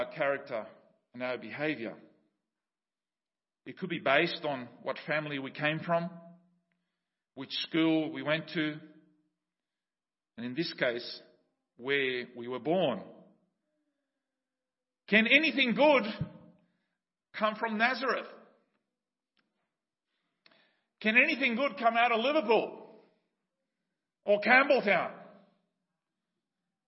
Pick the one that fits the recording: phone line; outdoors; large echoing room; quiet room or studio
large echoing room